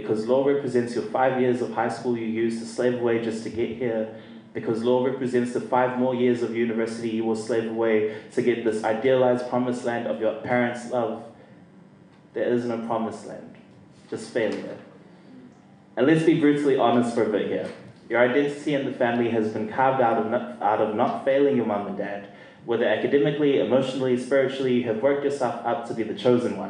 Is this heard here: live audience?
yes